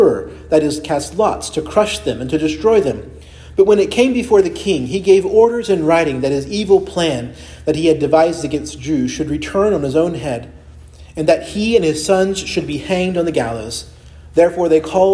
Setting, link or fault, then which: setting, large echoing room